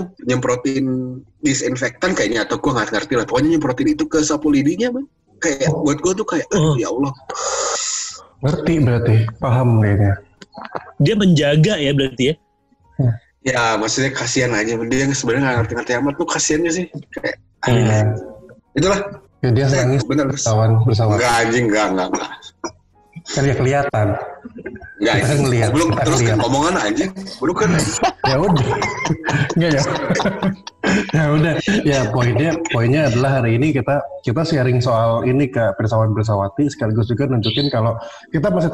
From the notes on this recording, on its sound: Jadi mohon maaf kalo audio di episode ini kurang oke. This episode recorded via Zoom.